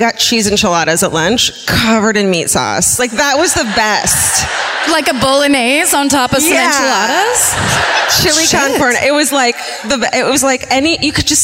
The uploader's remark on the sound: Live at the Cobb Energy Performing Arts Centre in Atlanta